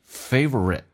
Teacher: Hamster 这个单词指的是仓鼠。他说我最喜欢的动物是仓鼠。Favorite 这个单词呢，原本是有一个 a，但在美语当中 a 碰到 r 可以被吸收，所以变成 favorite